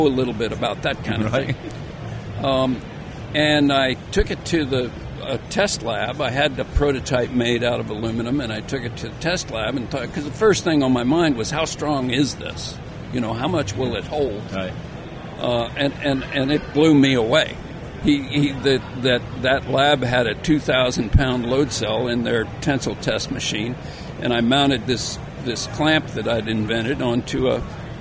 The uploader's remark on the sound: At the recent RE+ Conference in Las Vegas. Join us "on air" during this crazy busy conference.